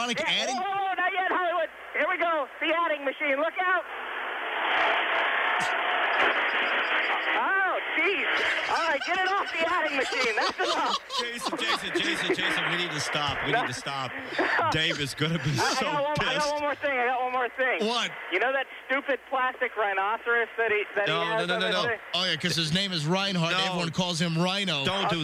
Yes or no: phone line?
yes